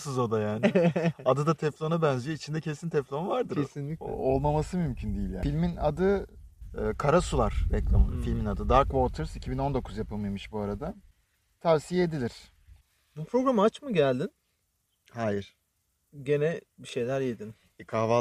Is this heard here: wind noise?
yes